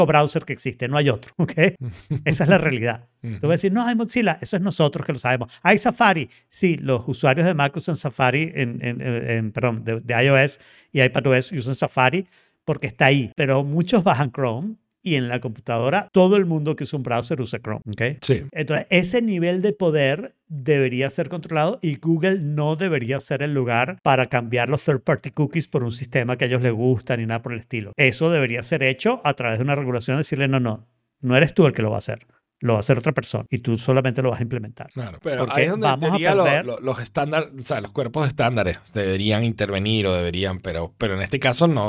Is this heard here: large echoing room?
no